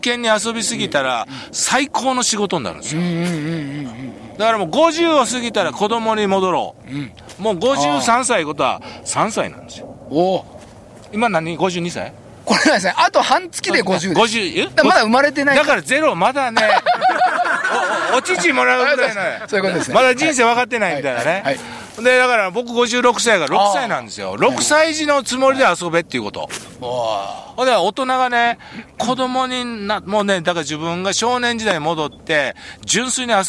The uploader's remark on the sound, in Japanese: 長野県ビーナスラインの霧ヶ峰高原にて。バイクツーリングをして青空対談収録を開催いたしました。